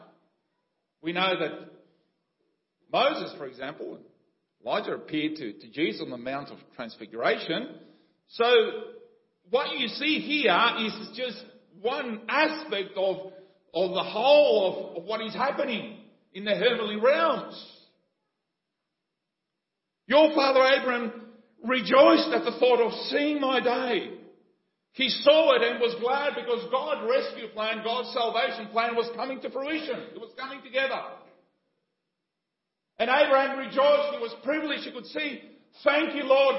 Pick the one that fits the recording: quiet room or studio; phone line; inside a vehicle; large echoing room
large echoing room